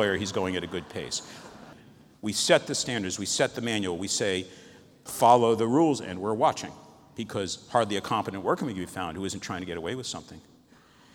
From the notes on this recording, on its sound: recorded at the International Forum on Quality and Safety in Healthcare, Gothenburg, April 2016